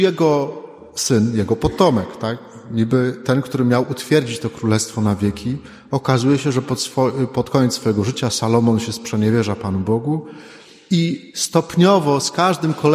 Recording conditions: large echoing room